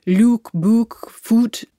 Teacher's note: In the north of England, they all stay at oo.